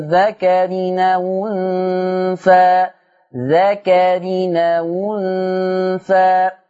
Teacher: نقل حركة الهمزة إلى الواو